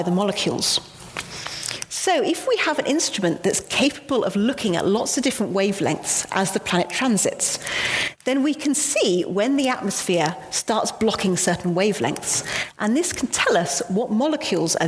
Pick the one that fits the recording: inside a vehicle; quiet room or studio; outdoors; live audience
live audience